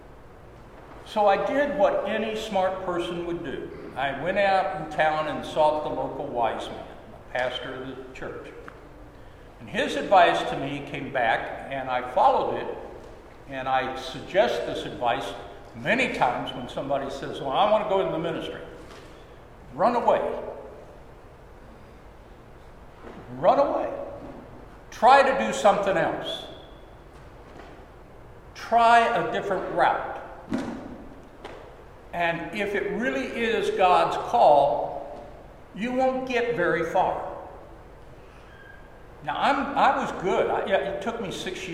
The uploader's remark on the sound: Sermon at Holy Trinity Anglican Church